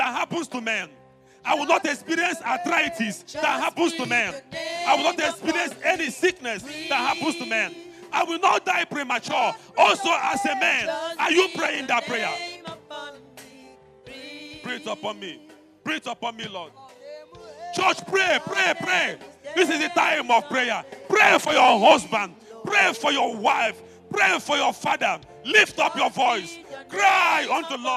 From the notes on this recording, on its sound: preached at the Overcomers Church World Outreach